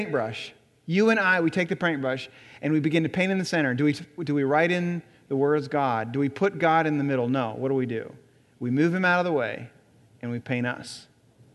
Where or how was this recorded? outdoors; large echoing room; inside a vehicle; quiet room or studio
large echoing room